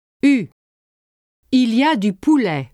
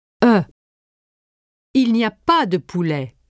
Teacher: For de, open your mouth slightly more than for du, shift your tongue to the center of your mouth, and round your lips without having them protrude. · Shown in: second take